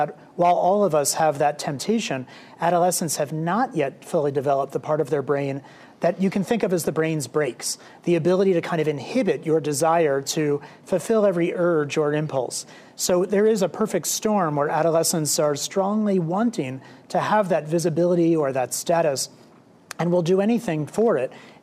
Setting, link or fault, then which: setting, live audience